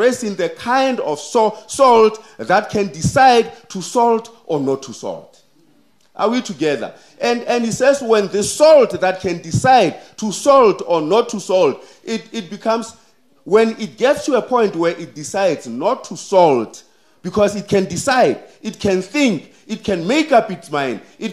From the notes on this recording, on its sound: The sermon was preached at Kempton Park Central Seventh-day Adventist Church.